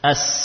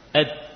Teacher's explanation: As, suaranya berjalan mengalir. Dal, suaranya berhenti. Ed, tertahan pada makhrajnya.